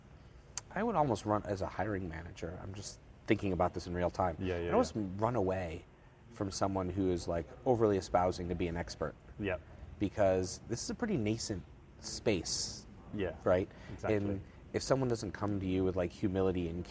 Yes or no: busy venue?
yes